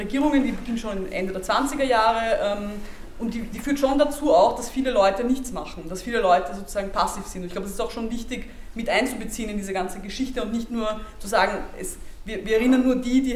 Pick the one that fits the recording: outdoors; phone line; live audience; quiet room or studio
live audience